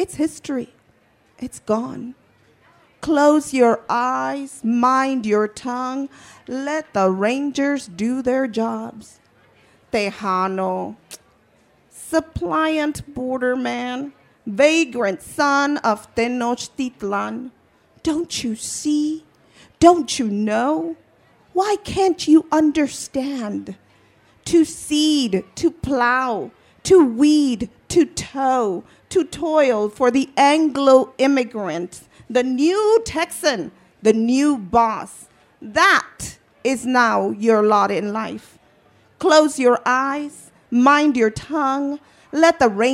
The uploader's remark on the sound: Part 2 of a panel from the 2017 Tucson Festival of Books from the Pima County.